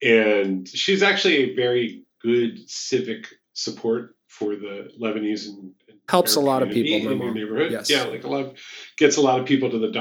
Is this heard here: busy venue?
no